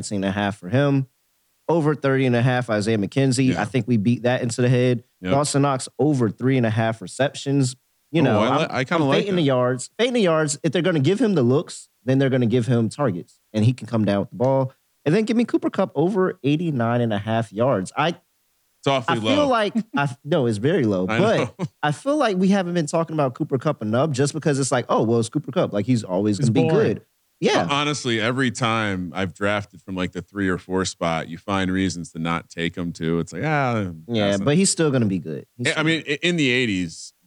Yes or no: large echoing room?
no